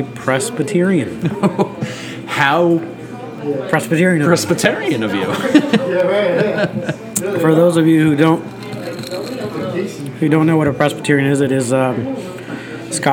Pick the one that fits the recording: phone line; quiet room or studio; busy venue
busy venue